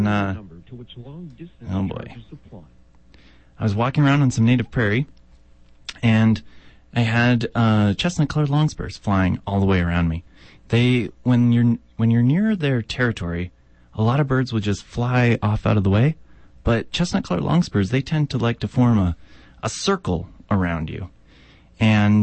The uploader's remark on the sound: joins me on the line from Edmonton